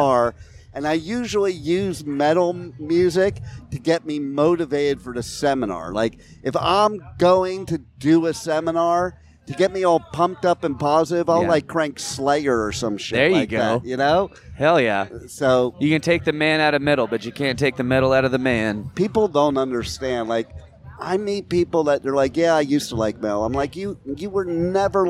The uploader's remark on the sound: at Blue Ridge Rock Festival 2023